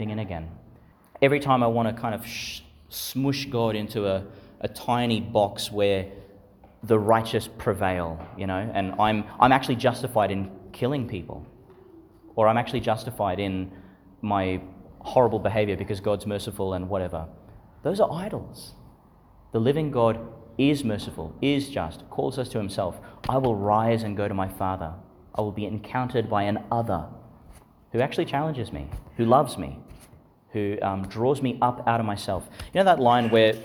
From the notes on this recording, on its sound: Homily for the Twenty-fourth Sunday in Ordinary Time, delivered in St Patrick's Church, Calliope, Qld.